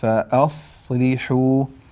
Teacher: شفتيه يضم الشفتين فأصلحوا تمام وتسأله عن العلة يقول إنما أفخم التفخيم يكون في الصاد الساكنة بدون ضم للشفتين فأصلحوا ولا نضم الشفتين في نطق الصاد الساكنة. أيضا الكلمة الأخيرة